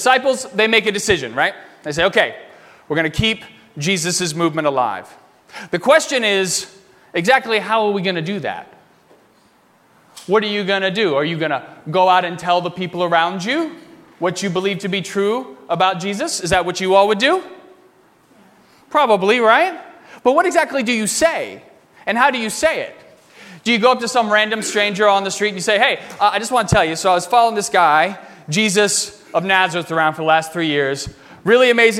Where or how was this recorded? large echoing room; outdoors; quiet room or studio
large echoing room